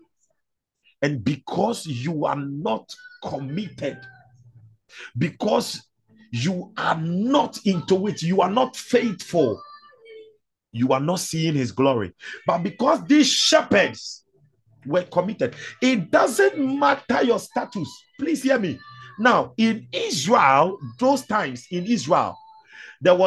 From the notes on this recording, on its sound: ZOOM SESSION